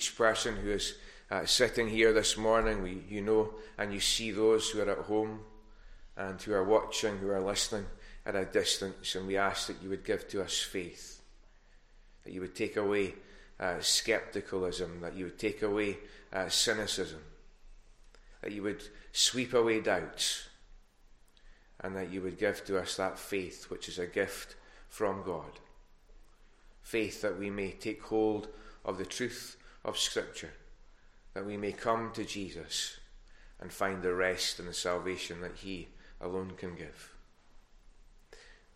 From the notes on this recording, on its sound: Recorded at North Harris Free Church on the morning of Sunday 1st May 2022.